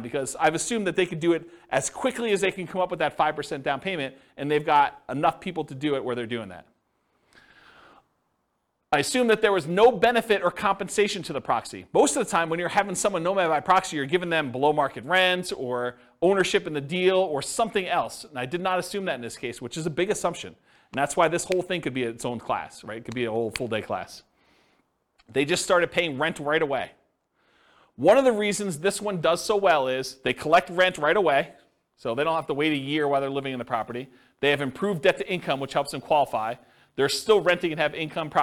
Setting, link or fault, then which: setting, live audience